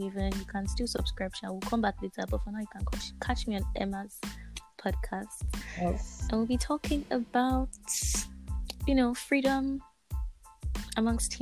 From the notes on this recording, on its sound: The audio quality may not be the best